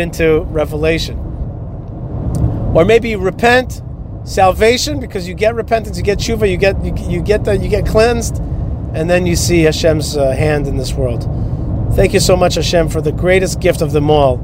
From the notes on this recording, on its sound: is driving down the highway in Florida